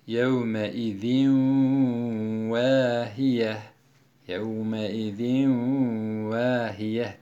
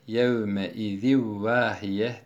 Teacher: sadece idgam yaparak okur, gunne yapmaz · Shown in: second take